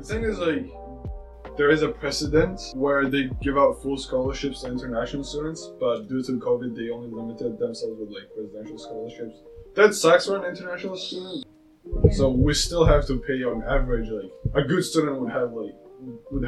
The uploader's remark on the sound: sorry if the audio sounds shaky.